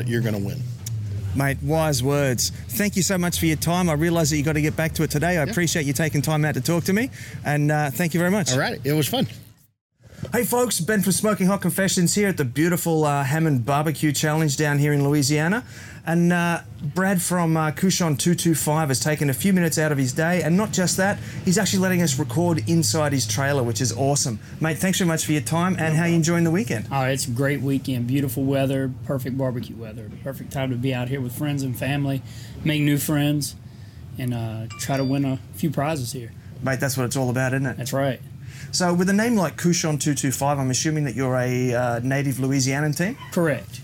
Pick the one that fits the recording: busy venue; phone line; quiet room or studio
busy venue